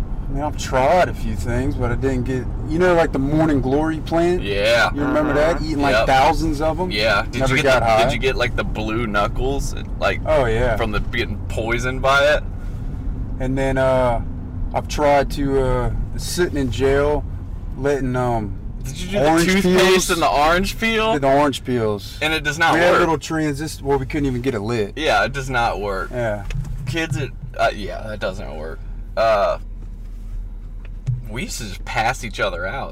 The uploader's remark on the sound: You'll have to excuse the rough audio quality..we were in a car, afterall.